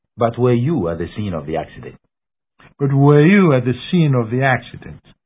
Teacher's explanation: the same sentence uttered with a falling pitch.